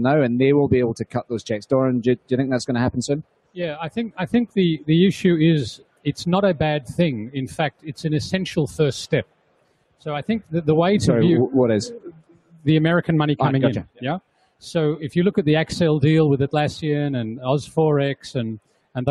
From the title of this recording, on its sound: From The Big Pitch 2015